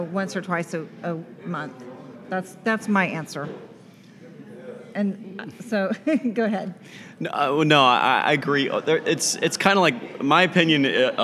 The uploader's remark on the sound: At Cork & Growler in Frisco, Tx answering questions from a live audience.